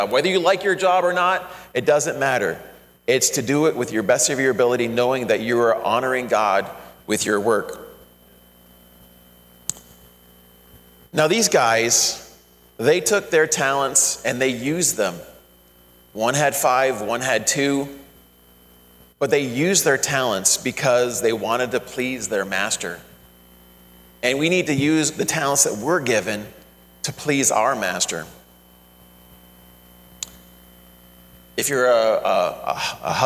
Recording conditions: large echoing room